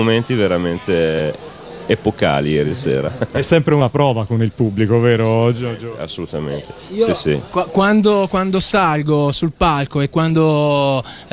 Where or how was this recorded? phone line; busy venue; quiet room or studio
busy venue